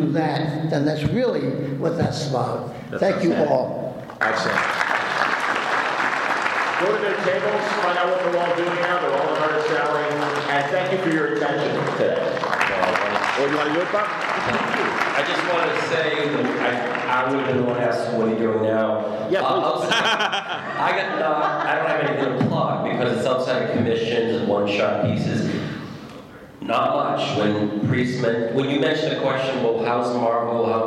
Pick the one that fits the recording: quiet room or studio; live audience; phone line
live audience